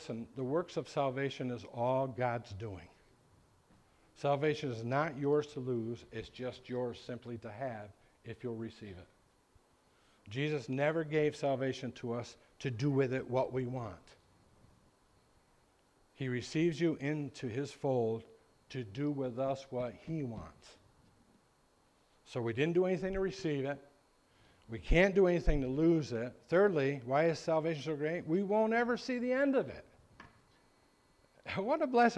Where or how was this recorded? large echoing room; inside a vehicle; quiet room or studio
large echoing room